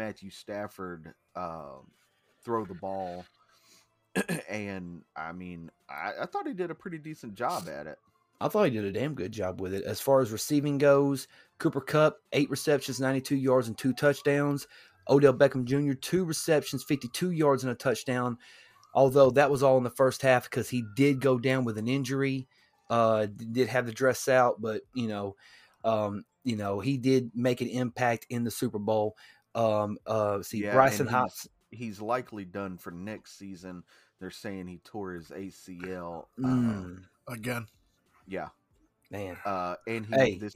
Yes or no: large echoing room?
no